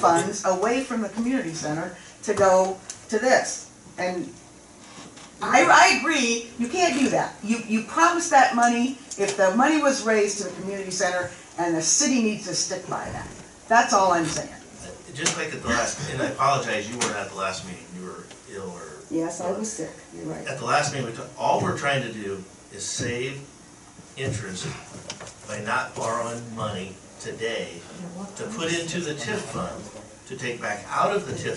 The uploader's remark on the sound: March 20, 2023 Lake View City Council Meeting